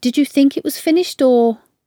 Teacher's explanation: These give an indication of the answer you expect from the other person. Sometimes the word or is used with a rising tone and voice tailing off